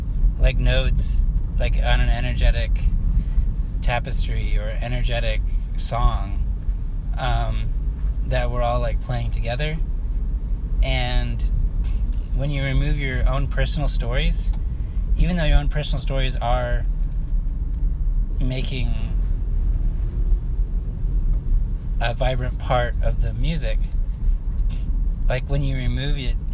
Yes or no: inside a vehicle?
yes